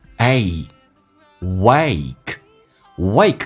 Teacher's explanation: A 这个发音，先打开口腔一点点，哎，嘴角往后拉到极限，再滑动到 E 这个发音。